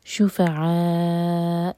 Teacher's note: حمزہ پر رکیں گے تو کٹ آف ساؤنڈ کی آواز آنی چاہیے لیکن قلقلہ نہ ہو